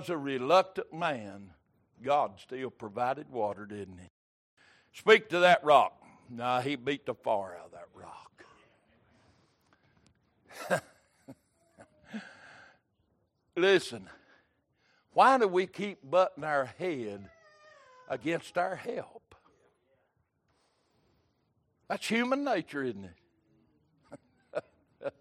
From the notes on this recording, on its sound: Recorded January 15, 2023 - Sunday Evening Service